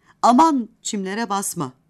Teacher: Bu cümlede ezgi tonlaması ilk sözcüğün man hecesindedir. Sonra ton gittikçe düşer.